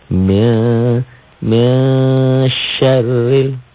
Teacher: Min nun mati ketemu shin. Dibacanya samar. Ikhfa. Kenapa?